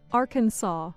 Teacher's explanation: The pronunciation Arkansas follows the French custom of not pronouncing the final S.